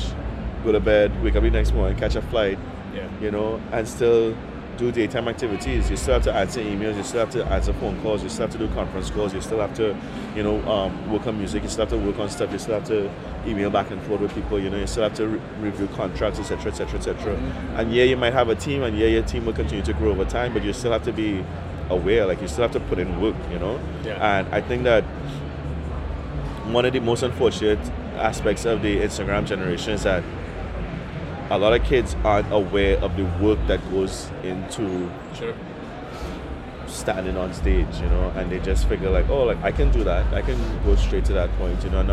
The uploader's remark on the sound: Rebel Radio LIVE at Collision Conference. At the Collision Conference in New Orleans this spring.